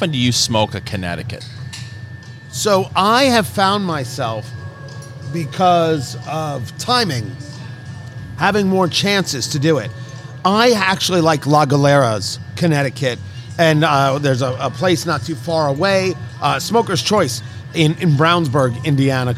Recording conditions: busy venue